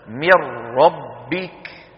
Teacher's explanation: فإن النون بجزئيها اللساني والخيشومي تتحول إلى راء، فتدغم الراء في الراء